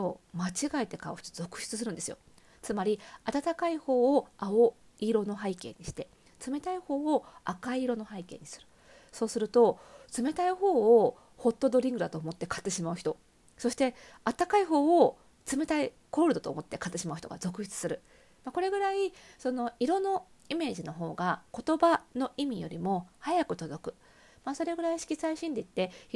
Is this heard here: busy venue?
no